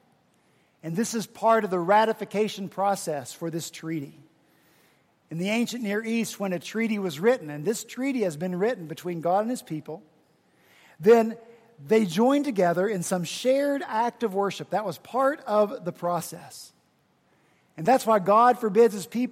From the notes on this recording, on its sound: at Redeemer Presbyterian Church in Charleston, SC